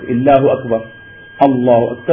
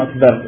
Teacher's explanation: ينبغي عدم الترقيق لا في اللفظ الجلالة لا في اللام ولا في الراء · Shown in: first take